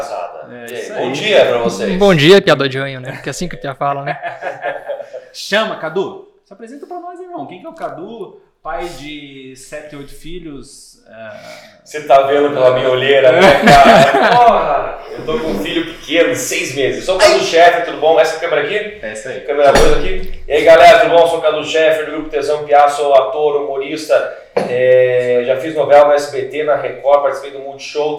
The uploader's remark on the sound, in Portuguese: Tivemos um problema com o áudio deste episódio